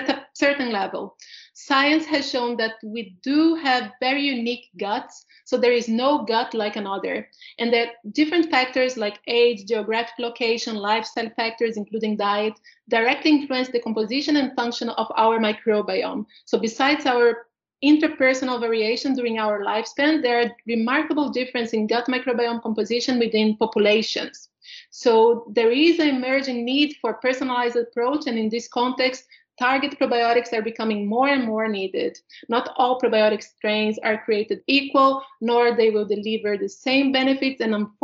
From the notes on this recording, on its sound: a panel discussion as part of our Vitafoods insights virtual expo